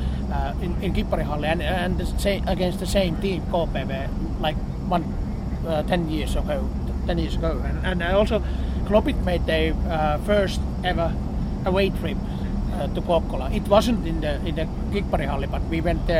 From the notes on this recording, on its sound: It was recorded on the coach to watch SJK vs KPV in the Suomen Cup in February 2018 – so there's a little background noise.